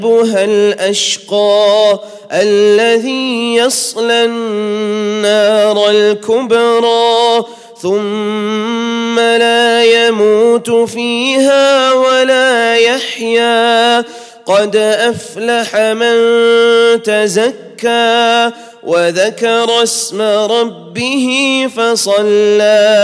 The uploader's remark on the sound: at the Houghton Masjid (West Street)